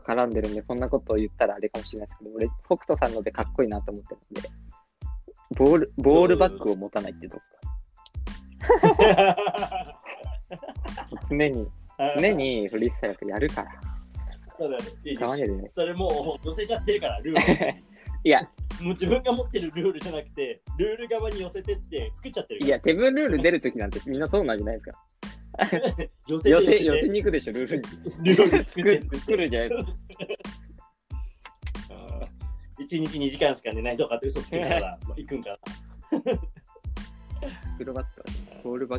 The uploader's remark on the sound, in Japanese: リモート収録。